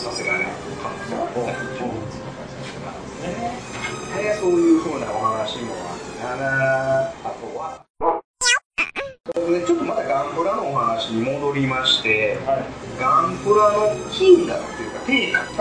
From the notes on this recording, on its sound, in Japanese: 今回もカラオケボックス収録が音源ですので、ちょっと聞きづらいかもしれません。